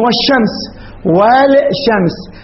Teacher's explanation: والشمس اللام قلبت شين وأدغمت في الشين، هذه الحروف الشمسية، مو في الكتابة، في اللفظ فقط.